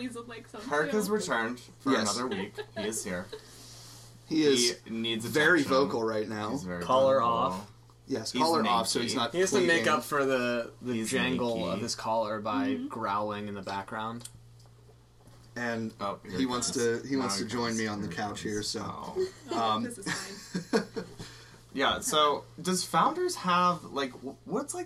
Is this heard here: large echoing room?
no